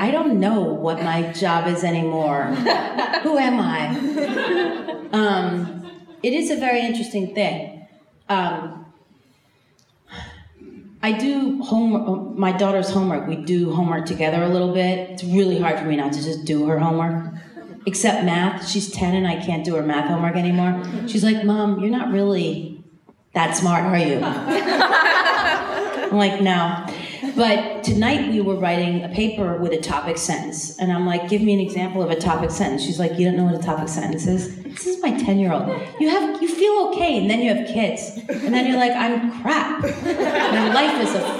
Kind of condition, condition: setting, live audience